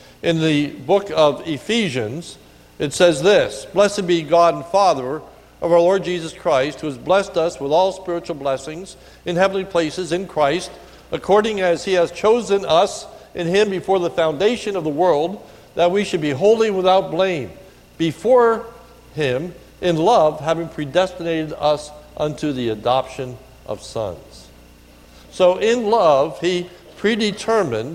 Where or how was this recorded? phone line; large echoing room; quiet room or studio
large echoing room